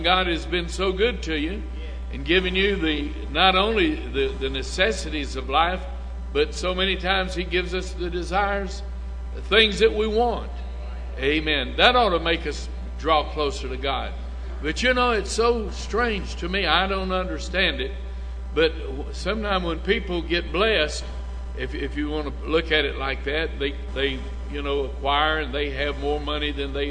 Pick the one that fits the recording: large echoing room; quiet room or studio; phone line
large echoing room